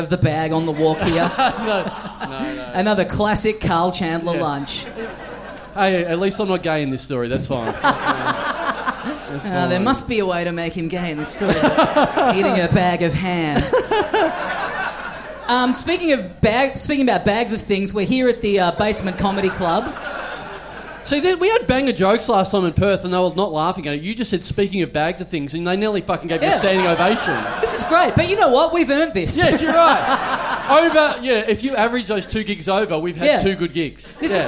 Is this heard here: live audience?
yes